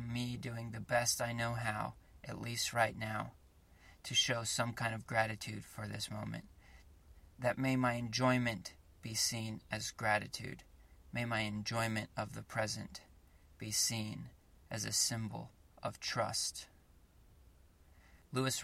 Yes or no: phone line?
no